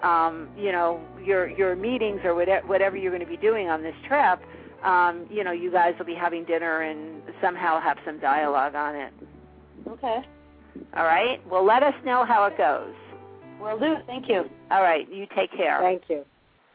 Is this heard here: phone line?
yes